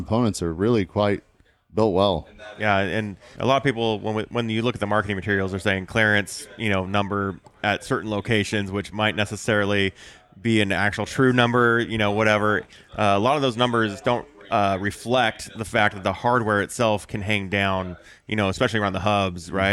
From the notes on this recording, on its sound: I'm on location at UTV Takeover in Coos Bay, Oregon